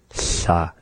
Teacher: making it like an L sound. Sa, and blowing air out the side.